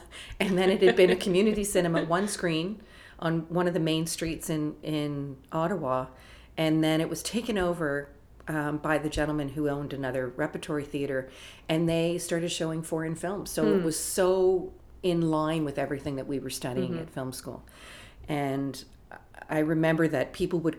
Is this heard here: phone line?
no